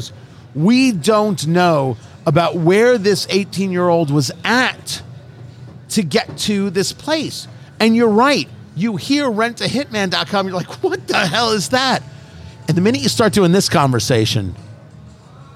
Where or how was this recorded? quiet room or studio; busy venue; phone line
busy venue